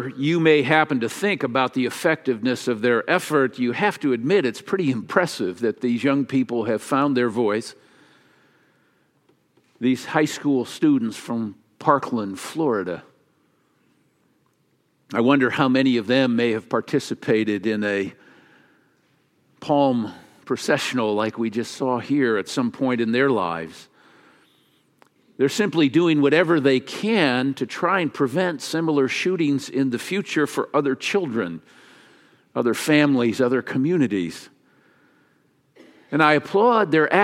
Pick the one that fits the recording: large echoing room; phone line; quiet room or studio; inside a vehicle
large echoing room